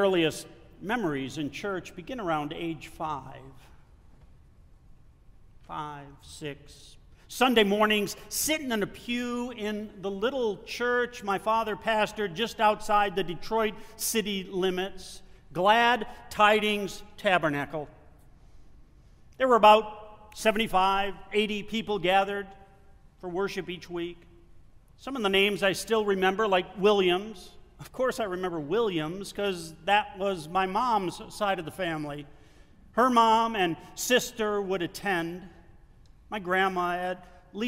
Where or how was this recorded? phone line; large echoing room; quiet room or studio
large echoing room